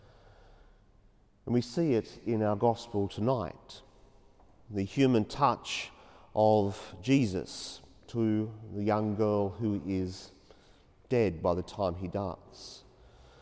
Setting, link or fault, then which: setting, large echoing room